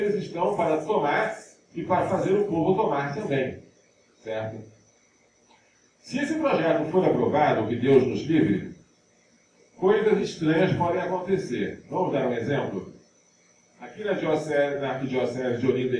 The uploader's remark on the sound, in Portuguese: Em Recife. A gravação amadora, feita do celular.